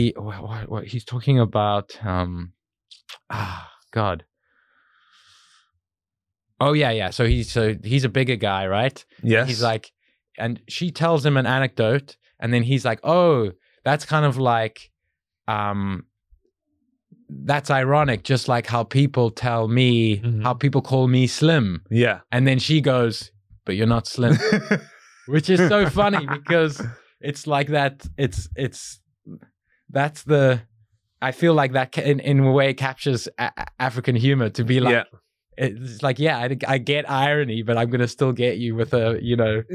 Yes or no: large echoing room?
no